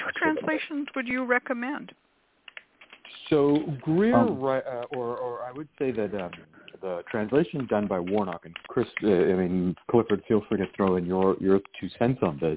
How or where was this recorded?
phone line